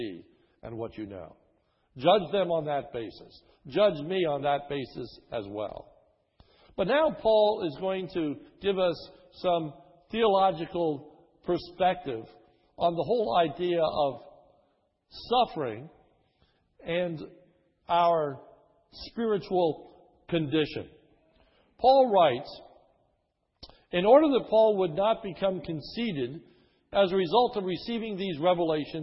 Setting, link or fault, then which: setting, large echoing room